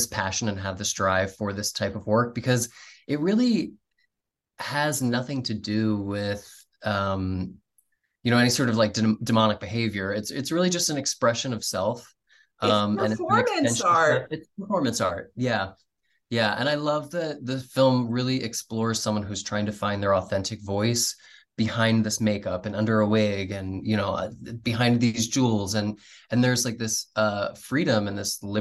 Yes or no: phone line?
no